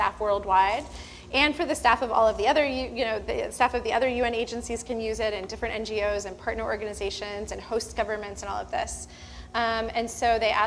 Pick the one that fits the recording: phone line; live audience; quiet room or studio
live audience